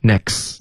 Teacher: next 的这个 t 的音要省略